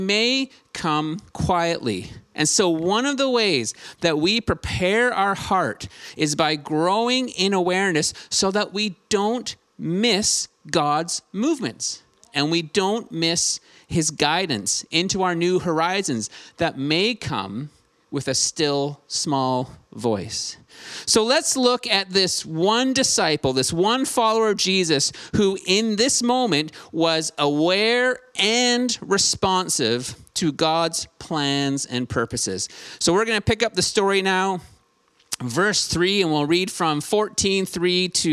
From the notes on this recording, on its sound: Streamed on January 9, 2022 at THRIVE Church Vancouver, Canada